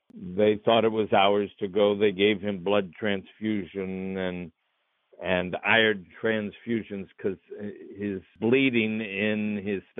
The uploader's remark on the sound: spoke by phone